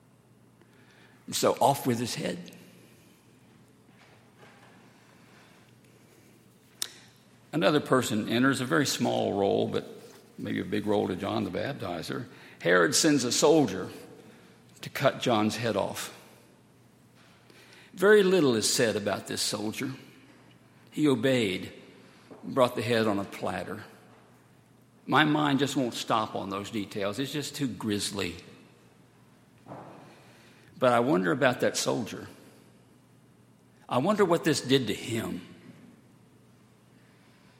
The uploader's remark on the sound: Sunday, July 15, 2018, at Highland Baptist Church